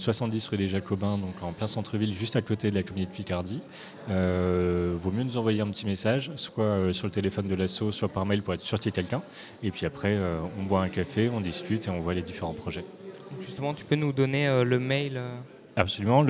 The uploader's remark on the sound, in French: Dans le cadre du « Forum de la Création Audiovisuelle » organisé par l’association Bulldog audiovisuel, nous étions en direct au Safran le 2 décembre dernier.